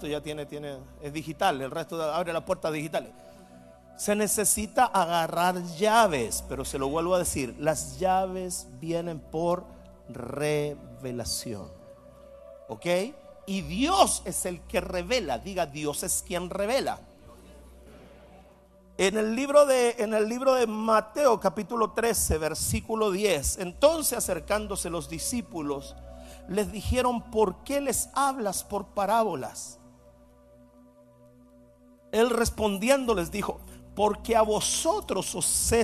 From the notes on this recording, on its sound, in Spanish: Mensaje Grabado en Vivo